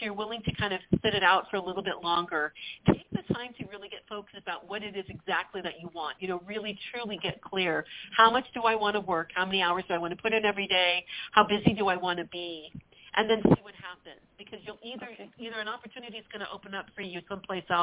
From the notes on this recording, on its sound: WE ARE TAKING YOUR CALLS LIVE In the 2nd half of the show!